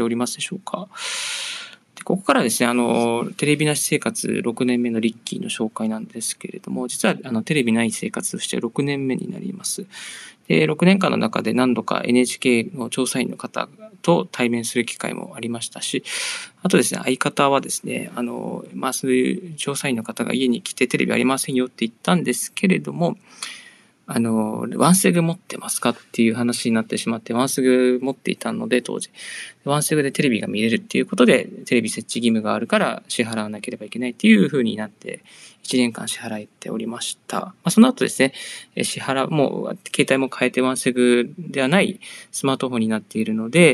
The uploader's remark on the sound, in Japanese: 歩きながらラジオ配信